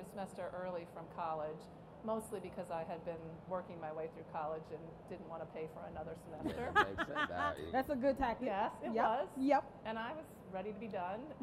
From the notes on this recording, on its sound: This episode is from the live taping at the Multicultural Leadership Experience at YMCA General Assembly.